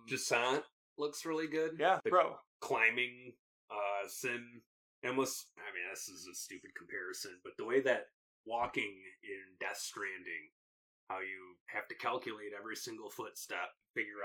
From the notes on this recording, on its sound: SORRY ABOUT THE AUDIO ISSUES IN THIS EPISODE